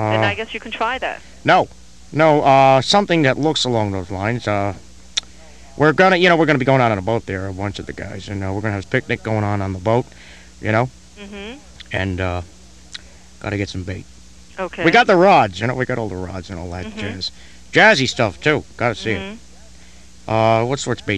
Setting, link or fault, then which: link, phone line